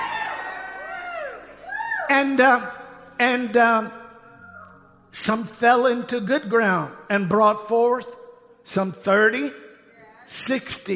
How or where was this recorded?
large echoing room